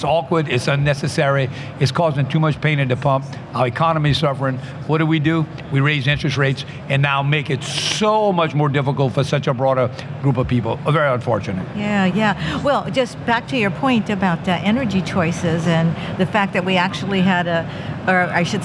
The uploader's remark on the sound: which was recorded at OTC